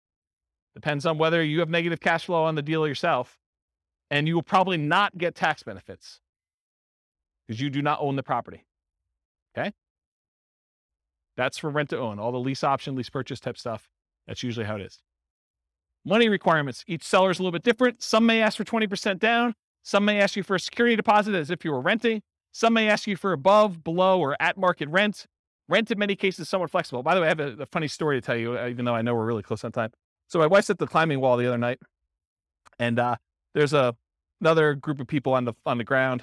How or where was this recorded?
live audience